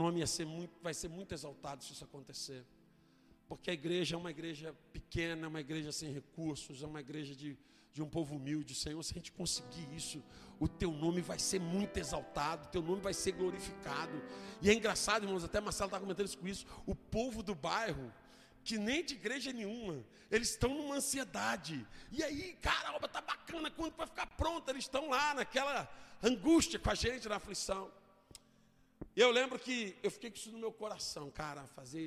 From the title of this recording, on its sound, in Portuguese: Ao Vivo na Casa de Louvor